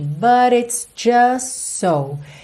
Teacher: você acaba juntando pelos S's, então o T do just não aparece, tá? Para ele não quebrar a fluidez aí da ligação mesmo das palavras.